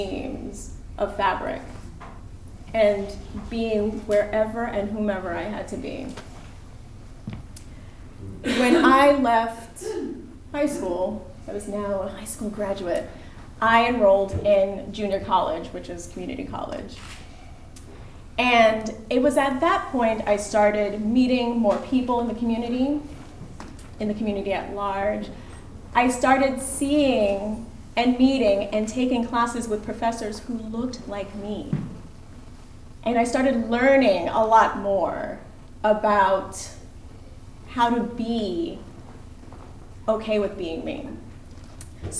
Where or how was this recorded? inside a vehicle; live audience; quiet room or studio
live audience